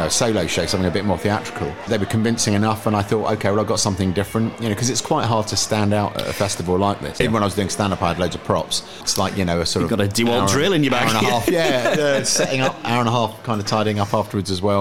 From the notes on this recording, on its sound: out and about in Edinburgh